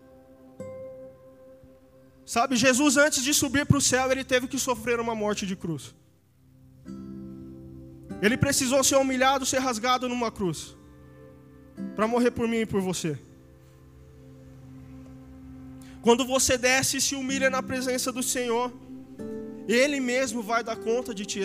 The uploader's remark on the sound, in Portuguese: Áudio do Culto de Domingo